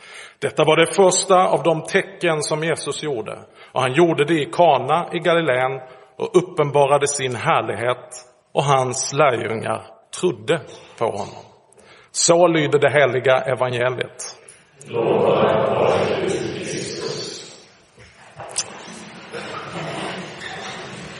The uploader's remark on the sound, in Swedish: Inspelad i Roseniuskyrkan den 14 januari 2024.